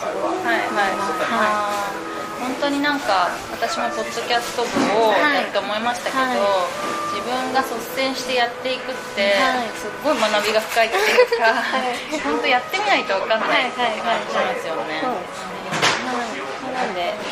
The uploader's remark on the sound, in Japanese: 雑音ごめんね